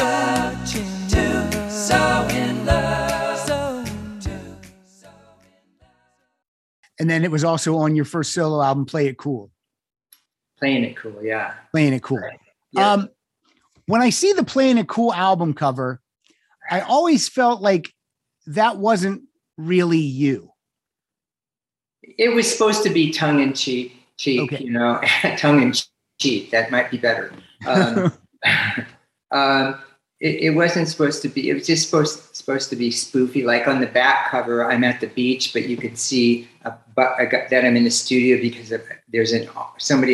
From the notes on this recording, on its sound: To the Zoom Room.